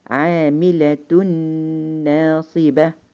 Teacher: التام بغنة أنا هلاقي النون الساكنة في نهاية الكلمة الأولى و النون اللي أنا حدغم فيها بتبقى في بداية الكلمة الثانية وبنطقها نون مطولة بغنة · أيضا عليها شدة يعني معنى كده إن الإدغام هنا إدغام تام فباخد النون بتاعة التنوين أدخلها في النون الثانية وبلاقي إنها عليها شدة وبنطقها بنطقها بغنة تامة هنا بلاحظ إن · Term: الإدغام التام بغنة